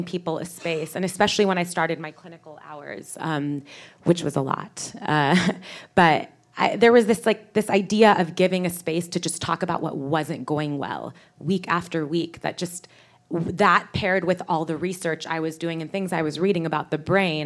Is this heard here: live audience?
yes